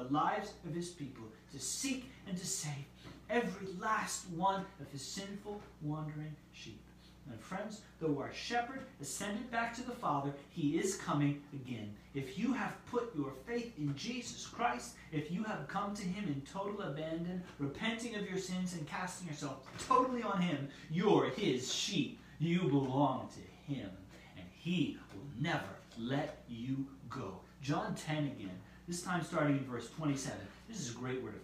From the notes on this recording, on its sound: Due to a power outage at the church meetinghouse, we did not gather this week.